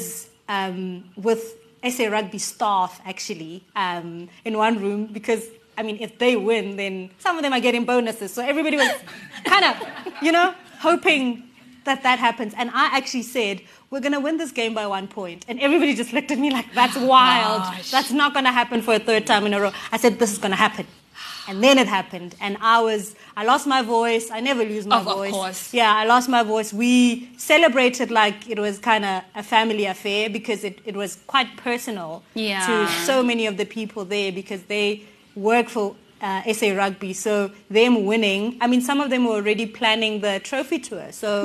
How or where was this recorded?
live audience